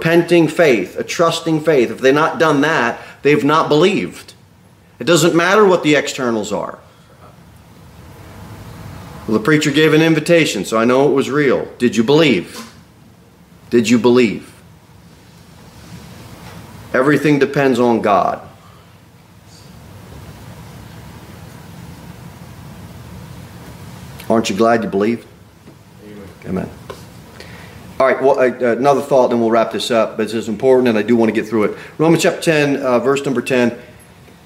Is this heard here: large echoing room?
yes